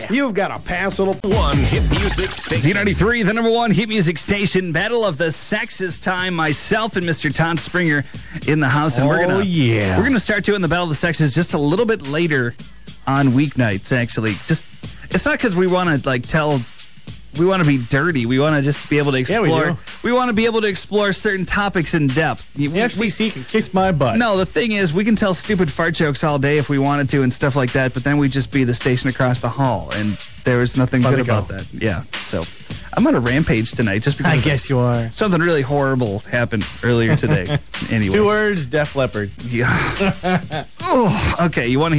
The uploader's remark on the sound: We open up the phones.